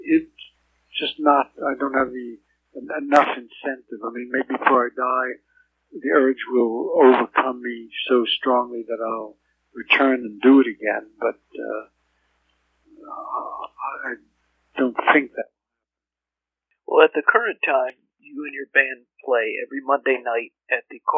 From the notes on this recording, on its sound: This interview was recorded back in 2008. The original recording had a very poor sound quality. Audio restoration was completed greatly improving the clarity.